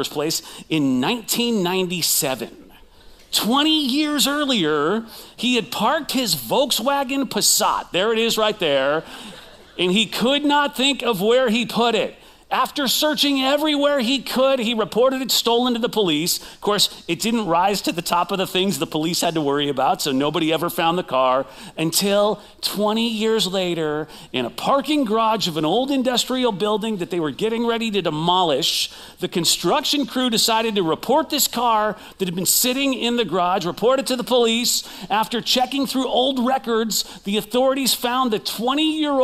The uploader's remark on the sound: Recorded live at CrossWinds Church